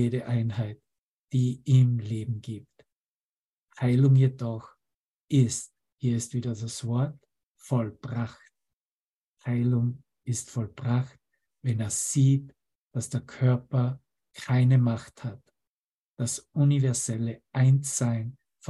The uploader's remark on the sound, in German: Zoom-Session. Veranstaltet von der Aleph Akademie.